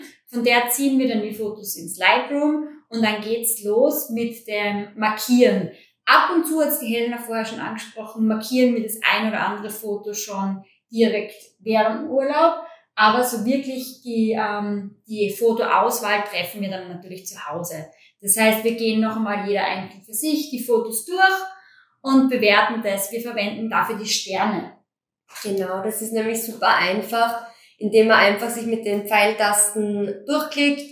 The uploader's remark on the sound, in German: Bei dieser Folge handelt es sich um unsere erste Aufnahme überhaupt. Damals hatten wir noch kein so "ausgereiftes" Audio-Setting.